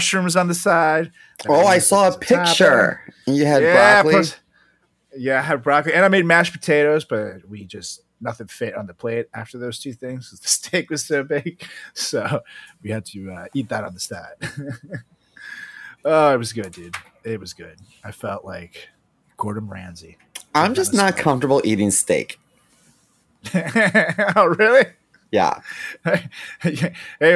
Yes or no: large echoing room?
no